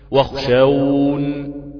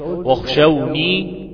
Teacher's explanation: مش اقول واخشوني، لا واخشون، الوقوف عليها بنون ايه؟ بنون ساكنة وليس ب الياء · Shown in: first take